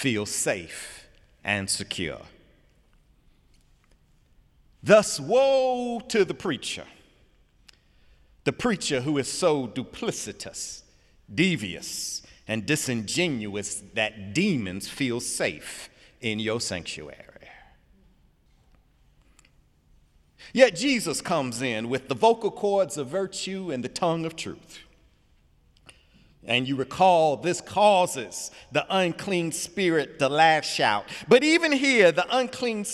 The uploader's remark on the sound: Sunday sermon February 4, 2018 in the Memorial Church of Harvard University